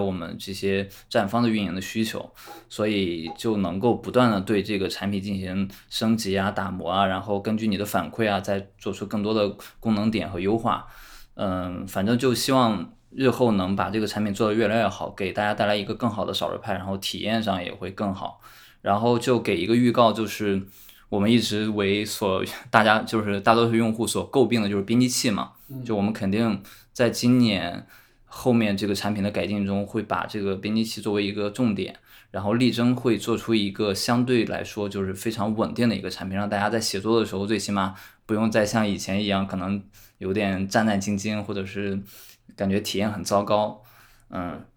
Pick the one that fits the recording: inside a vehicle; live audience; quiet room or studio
quiet room or studio